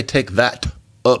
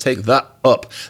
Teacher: He doesn't say take that up. He says take that up. That is a glottal stop. · Shown in: second take